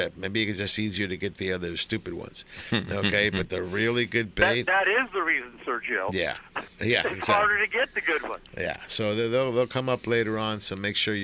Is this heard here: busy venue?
yes